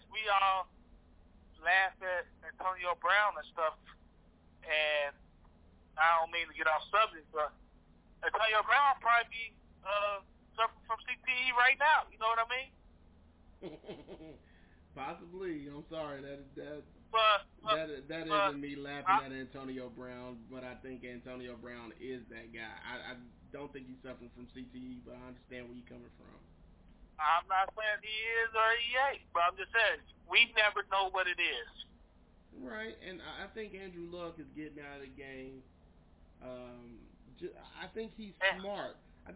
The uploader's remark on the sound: Please excuse the audio.